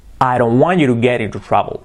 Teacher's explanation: Dicho rápido, hacemos las T's como R suaves.